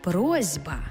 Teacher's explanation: Глухий звук «с» стоїть поруч із дзвінким звуком «б», а глухий плюс дзвінкий шукає собі дзвінку пару. Тобто глухий «с» знайшов собі дзвінкий «з», і в транскрипції з'явилася «просьба».